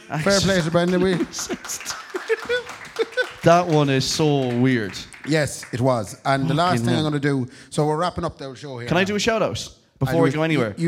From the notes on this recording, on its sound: live at Anderson’s